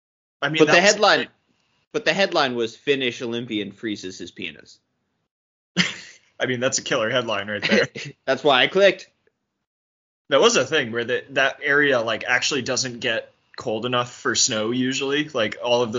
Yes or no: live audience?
no